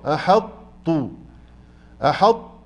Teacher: احذر أن تفخم الحاء من كلمة أحط، تقول أحط أحاء غلط، أحط أحط تمام.